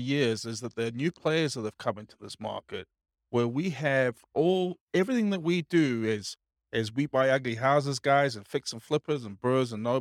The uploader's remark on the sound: This was a live class recorded